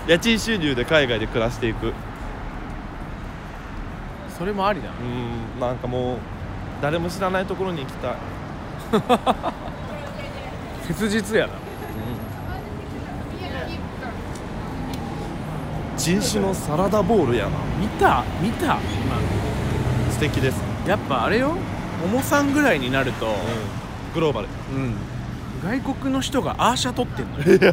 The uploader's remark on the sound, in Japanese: グダリTOKYOヲーキング。収録場所がなさすぎて、ウォーキング・デッド。しゃあないから、2駅くらい歩いちゃうかってくらいのノリの今回。歩きながらしゃべる。夜のTOKYOって、人を少し、大胆にさせるよネ・・・。